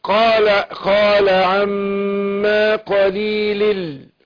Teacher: نون التنوين جه بعدها لام ادغمنا نون التنوين في اللام ادغام بغير غنة